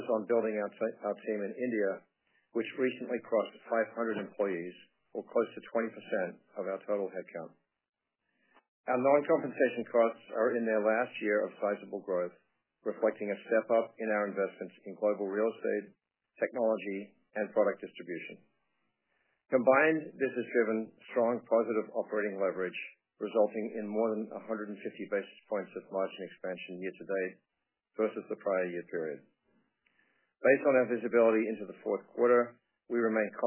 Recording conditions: phone line